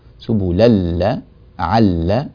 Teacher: اللام من قوله تعالى سبلا لعلكم، اللام المشددة سبلا لعل، اللامان هنا لا تحتاج إلى زيادة زمن